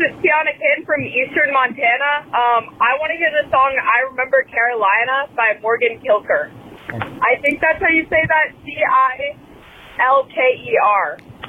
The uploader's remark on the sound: We have a call in guest